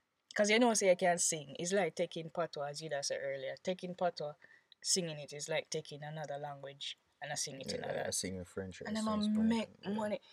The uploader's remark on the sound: We recorded this episode in my mom’s car